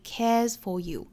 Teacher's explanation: care 后面的 s 应该是一个浊音的 z 的发音，但是这个发音呢是在词与词中间啊，所以我们要发的很轻弱